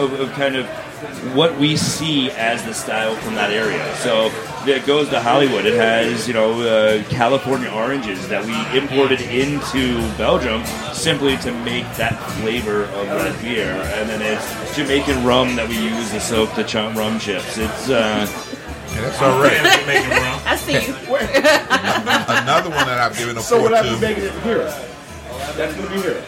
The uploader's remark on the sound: Live from Ale Mary’s in Royal Oak